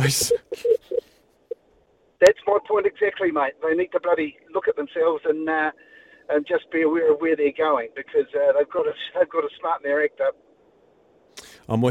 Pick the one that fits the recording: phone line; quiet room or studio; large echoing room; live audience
phone line